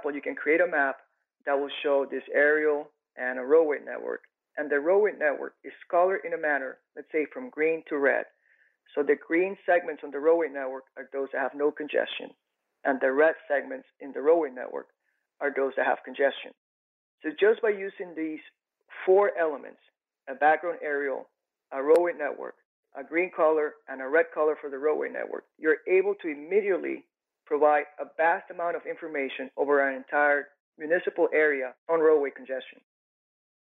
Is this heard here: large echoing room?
no